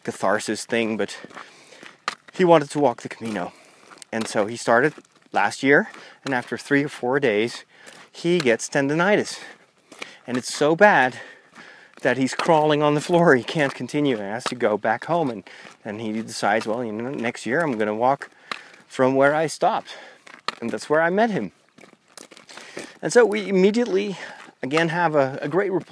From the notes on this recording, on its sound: In this special episode recorded while walking the Camino.